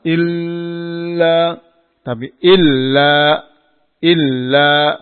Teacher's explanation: ini huruf lam adalah huruf idgham bila gunnah. Jangan terlalu ditahan.